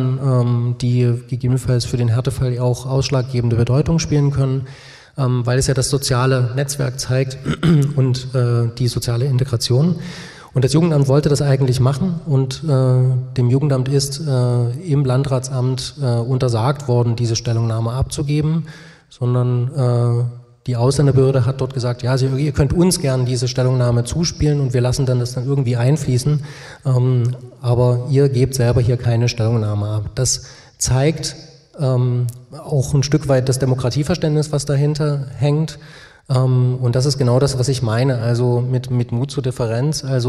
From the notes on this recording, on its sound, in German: Fachtag zu Roma und Snti in Sachsen: Podiumsgespräch. Anschließend diskutieren die Podiumsteilnehmer*innen über ihre Vorschläge und kommen mit dem Publikum ins Gespräch.